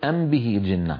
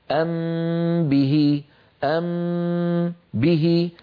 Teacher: قليل الورود، والأكثر بكثرة ساحقة أن نخفي الميم عند الباء، يعني نطبق الشفتين على الميم والباء إطباقة واحدة، نطبق على ميم نجافي عن باء مع فصل الصوتين عن بعضهما · Shown in: second take